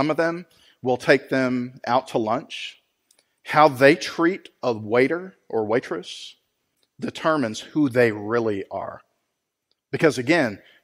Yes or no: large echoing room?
yes